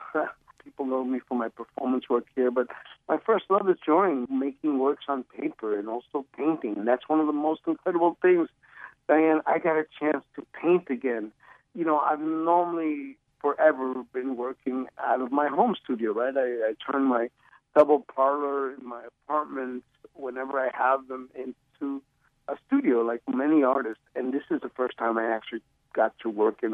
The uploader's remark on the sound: he joins us by phone